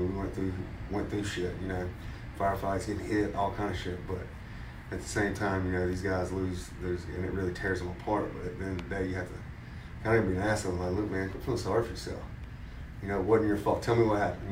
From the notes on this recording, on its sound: Recorded in South Carolina at Siren's Cove Tattoo.